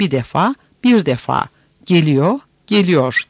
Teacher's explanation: Türkçe'de R sesi bilhassa konuşma dilinde bazen düşme temayülü göstermektedir.